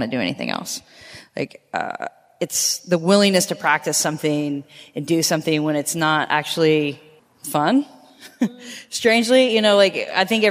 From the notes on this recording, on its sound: This long-form episode was recorded live from SpiritPride Vancouver in downtown Vancouver, BC, Canada.